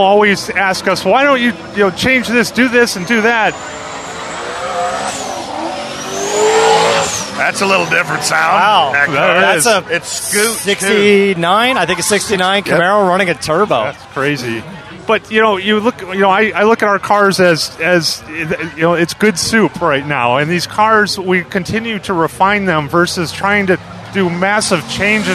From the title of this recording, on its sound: Live from Roadkill Nights Powered by Dodge Event